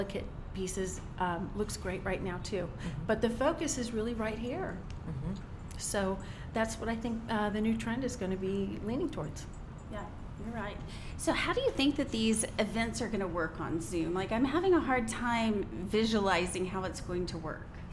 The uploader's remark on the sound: Live at TOOTSIES. We had the pleasure of recording live at one of our favorite neighborhood boutiques, Tootsies.